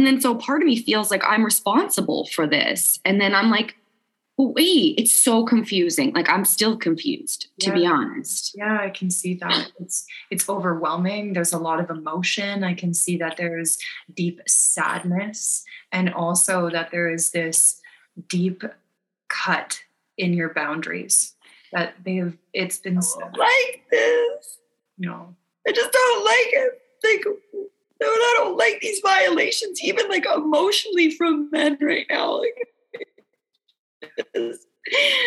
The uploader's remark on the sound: Live Session with Empowered Living. Recorded a live zoom counselling session.